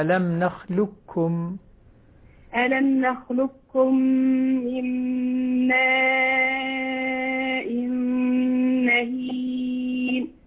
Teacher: أدغم القاف الكاف إدغاما كاملا